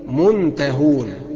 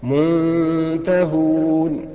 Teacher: الصح فيها منتهون مع ترقيق الغنة لان وراها حرف استفهال وهو التاء · Shown in: second take